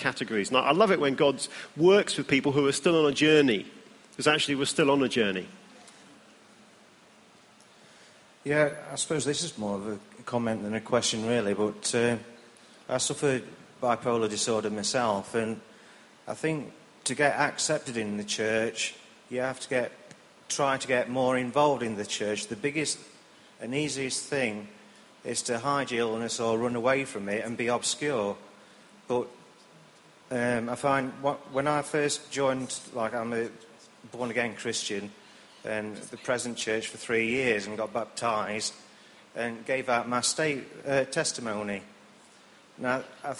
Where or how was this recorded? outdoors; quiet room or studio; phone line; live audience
live audience